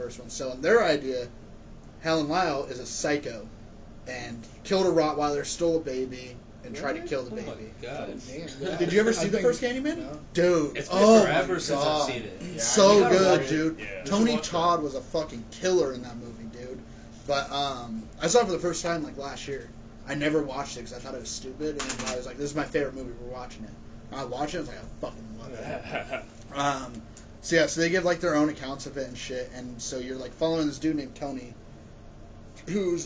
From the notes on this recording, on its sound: Just a disclaimer the audio might be trash since we recorded it on a PS4 Headset for the microphone.